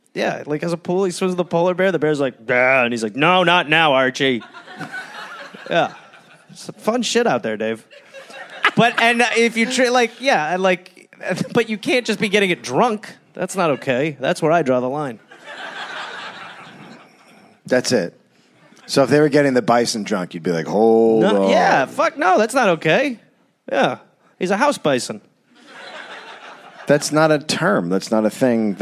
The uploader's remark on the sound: Recorded live in Copenhagen.